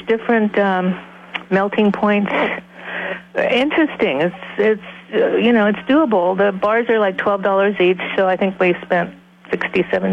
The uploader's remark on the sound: had a listener call